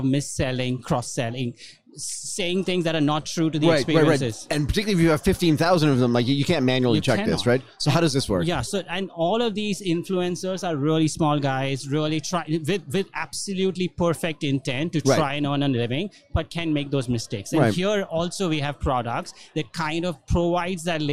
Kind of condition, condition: setting, busy venue